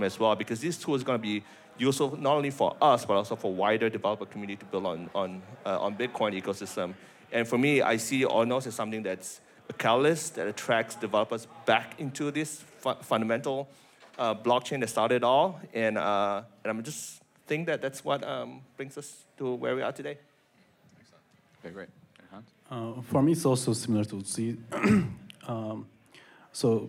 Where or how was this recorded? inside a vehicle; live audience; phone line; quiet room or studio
live audience